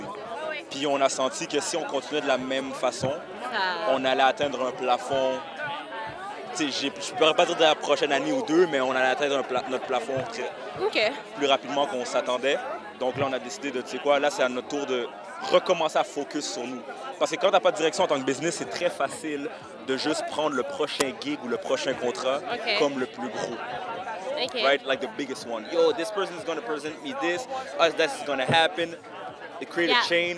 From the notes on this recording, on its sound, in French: En Direct du Cocktail au Canal (AJCCSOM). En direct de la Station F-MR, pour le tout premier événement de réseautage de l'AJCCSOM (L'Aile jeunesse de la Chambre de commerce du Sud-Ouest de Montréal).